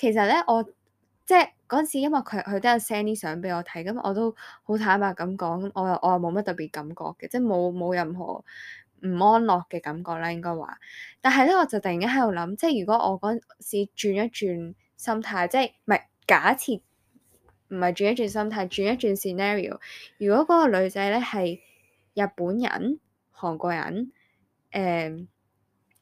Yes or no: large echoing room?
no